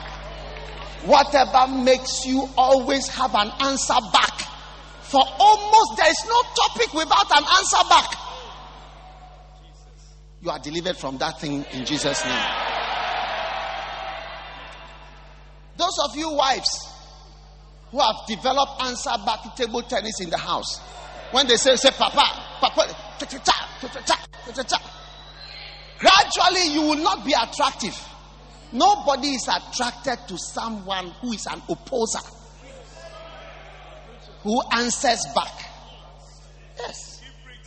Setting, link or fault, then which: setting, live audience